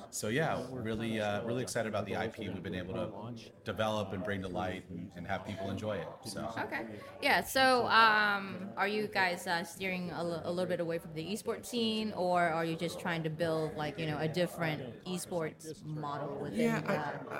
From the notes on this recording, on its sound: hosted LIVE from the EsportsNext 2023 conference